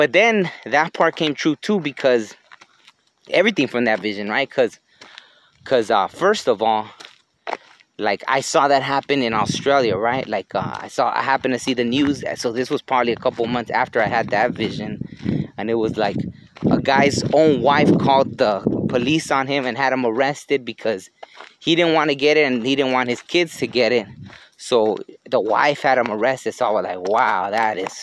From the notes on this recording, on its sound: was recorded while on a hike.